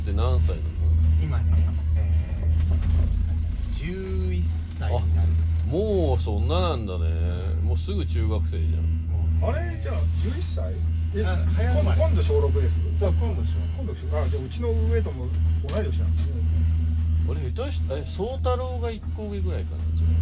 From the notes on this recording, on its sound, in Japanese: 栂池高原スキー場で滑り終了後 車の中から。